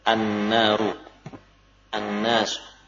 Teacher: Cenderung untuk diidghamkan karena banyak kemiripan antara lam dan nun dan dekat makhraj.